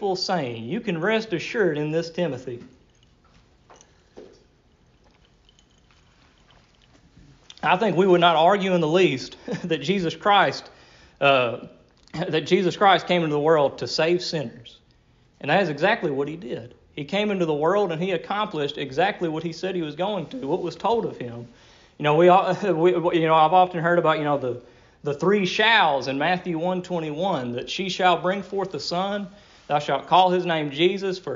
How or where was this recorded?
large echoing room